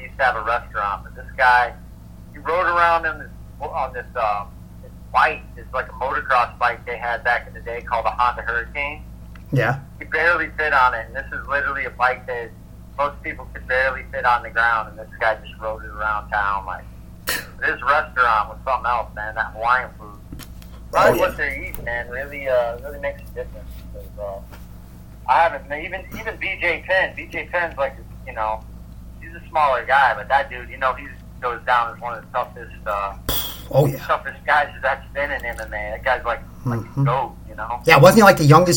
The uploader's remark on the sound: The Audio will get fixed hopefully soon